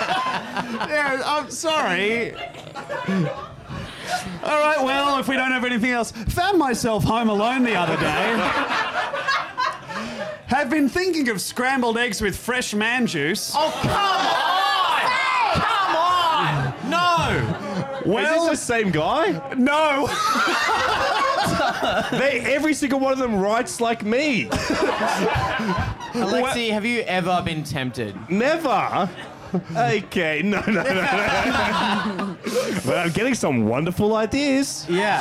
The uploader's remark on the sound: MELBOURNE LIVE POD. We did a live pod.